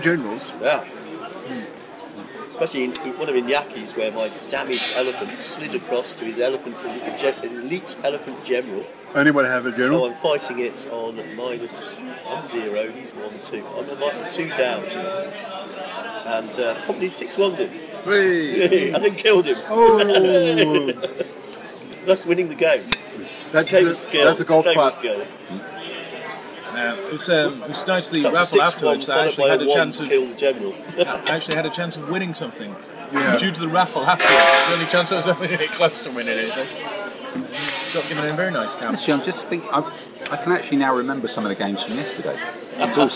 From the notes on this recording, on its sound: recorded in the town square of Estella on a sunny Sunday afternoon